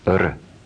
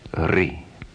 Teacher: One matra, r. Two matras, ri.